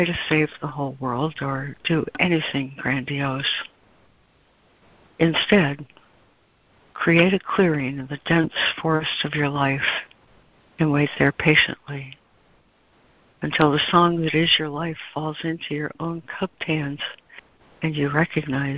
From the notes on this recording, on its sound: ACIM Daily Conference Call.